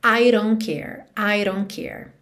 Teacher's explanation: Se eu quiser, eu posso dizer I don't, não tem problema nenhum. Esse T de don't sumiu porque é uma Consoante oclusiva que pode aparecer mais, menos ou nada. Então, aqui não apareceu.